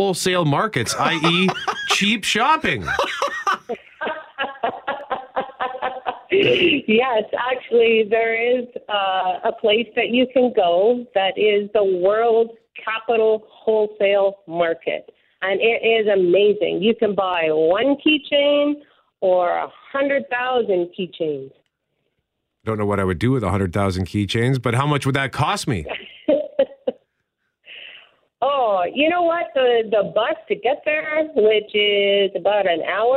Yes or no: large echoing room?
no